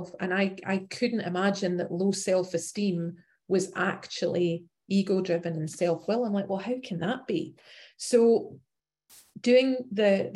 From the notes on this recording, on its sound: Recorded at the 100+++ Pounder Special Focus Meeting Wednesdays at 8am PST/11am EST/4pm GMT Meeting ID